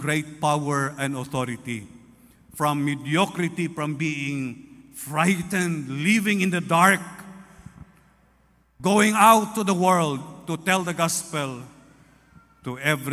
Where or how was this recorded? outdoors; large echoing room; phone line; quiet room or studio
large echoing room